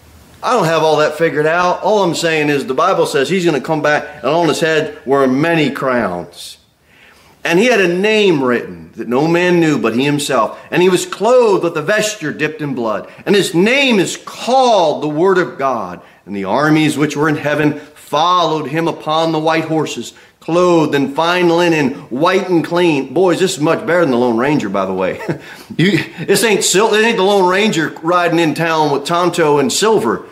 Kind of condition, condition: setting, large echoing room